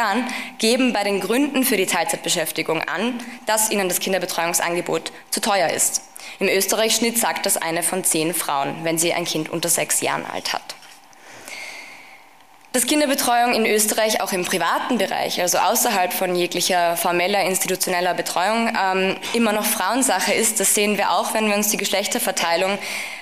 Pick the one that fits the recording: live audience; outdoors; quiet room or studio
live audience